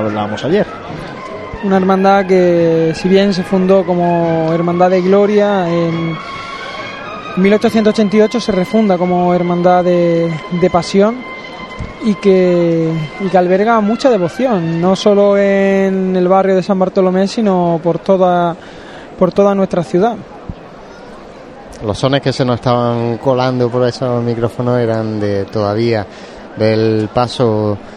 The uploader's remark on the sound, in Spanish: Abrimos conexión en directo con la calle Maestra, donde se encuentra ya Jesús Preso. La Cruz de Guía de la Expiración llegando a la zona de tribuna.